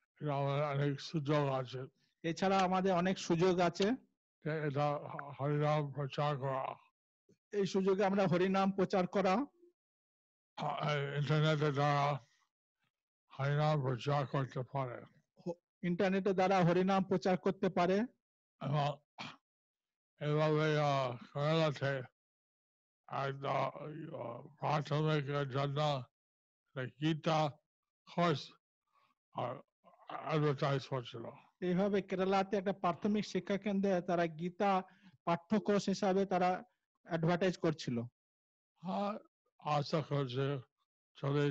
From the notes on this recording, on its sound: Zoom Session